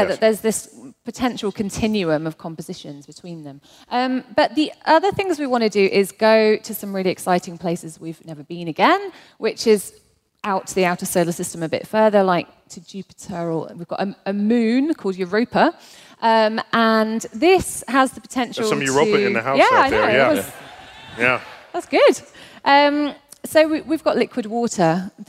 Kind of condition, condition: setting, live audience